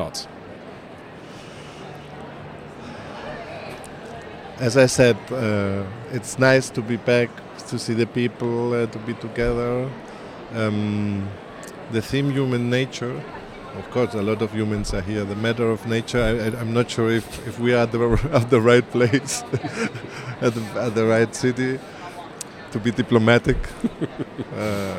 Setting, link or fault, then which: setting, busy venue